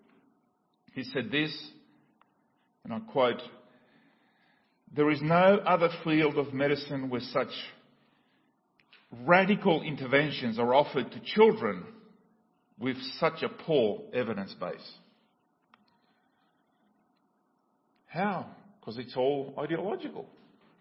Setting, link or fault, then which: setting, large echoing room